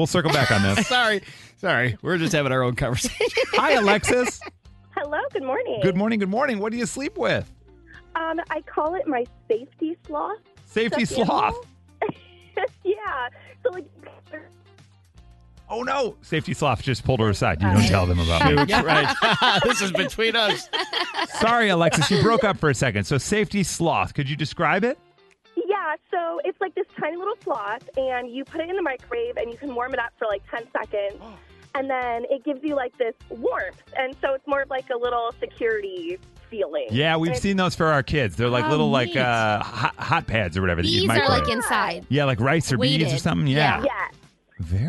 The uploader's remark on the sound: Mixers called.